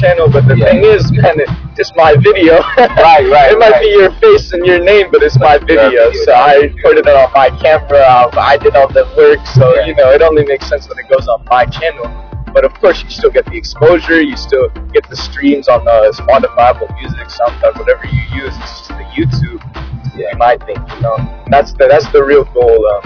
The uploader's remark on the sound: We included some of his work, videos, the music he's worked on, and sounds to provide background to the episode which was done in audio while traveling in a vehicle.